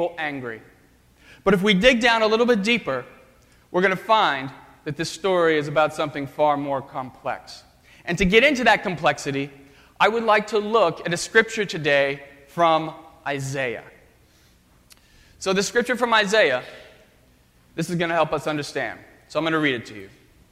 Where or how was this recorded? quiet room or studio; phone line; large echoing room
large echoing room